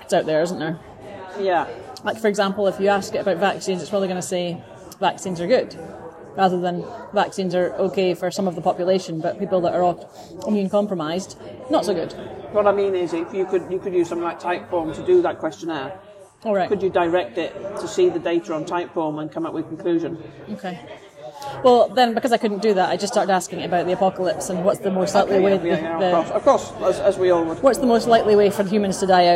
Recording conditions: background noise